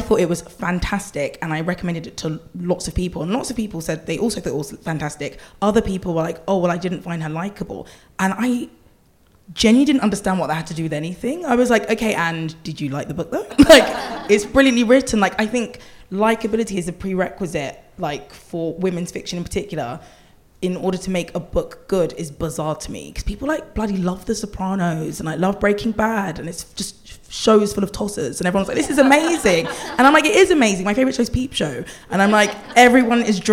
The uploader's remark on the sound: Live at the Margate Bookie. We are back at this year's Margate Bookie for a fun, frank and freewheeling conversation with three brilliant authors.